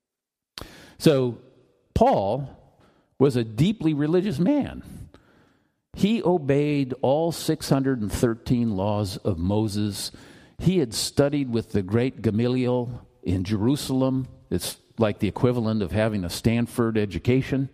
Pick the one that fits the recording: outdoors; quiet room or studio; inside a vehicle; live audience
live audience